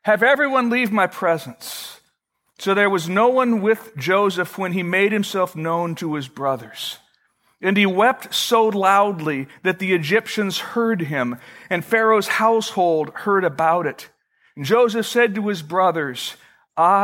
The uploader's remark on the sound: Originally recorded May 6, 2012, at Fellowship Missionary Church, Fort Wayne, IN.